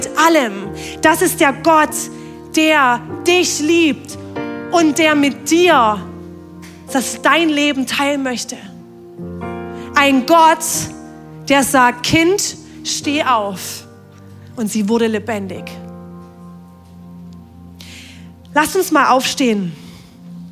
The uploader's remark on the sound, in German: Audiomitschnitt der Predigt